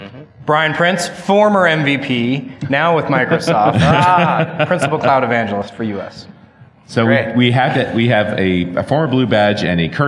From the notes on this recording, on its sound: Another panel discussion from DevConnections.